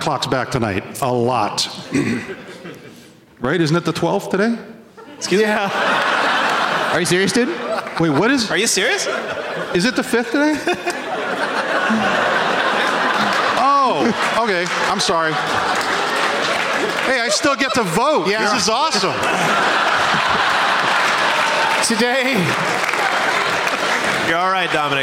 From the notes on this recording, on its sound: Live from The Woman's Club of Minneapolis